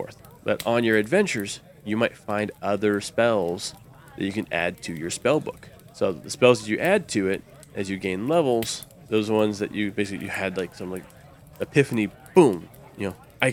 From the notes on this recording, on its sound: Background tavern and dungeon sounds by Syrinscape